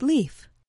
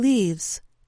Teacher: Sometimes a consonant changes, as with words that end in an F sound, such as leaf. The voiceless sound F takes on a voiced quality, or V, and an S sound is added to the word. · Shown in: second take